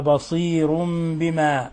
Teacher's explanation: لكني أريد أن أنبهك إلى قوله تعالى بصير بما، لم أرك يعني ترققت الراء، بصير بما، لأن هذه مسبوقة بياء، وورش من أصول قراءته أنه يرقق الراء المسبوقة بياء